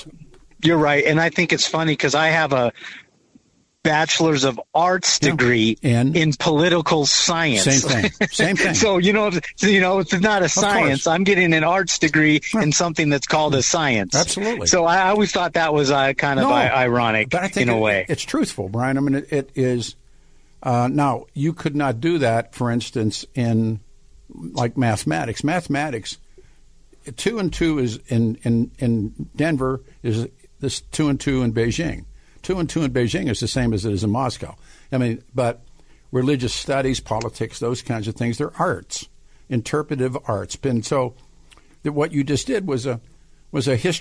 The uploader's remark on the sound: Open phone lines